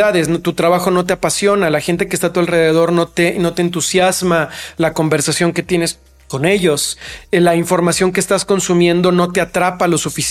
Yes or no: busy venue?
no